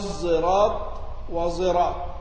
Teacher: ما يقرا زاي وانما هي صاد مشمى صوت الايه الزاي، يعني زي كانها زاي مفخمه، زي كانها زاي لكنها تاخذ درجه التفخيم · Term: إشمام الصاد صوت الزاي